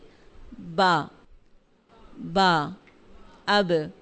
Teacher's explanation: बा जो है बंद होंठों के गीले हिस्से से